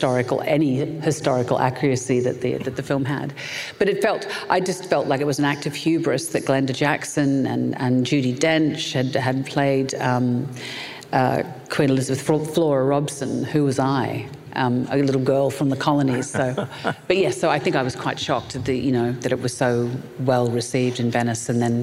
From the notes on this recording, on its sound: In front of an audience at the Santa Barbara International Film Festival.